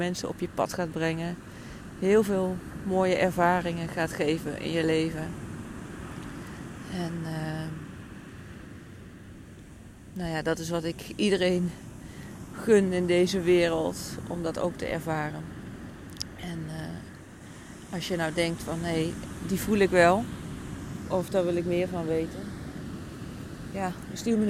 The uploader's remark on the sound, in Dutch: Deze aflevering heb ik opgenomen vanaf het strand in Portugal.